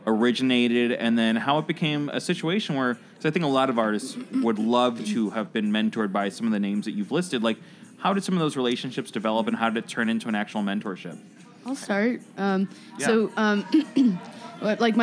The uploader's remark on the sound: broadcast live at Virgin Hotels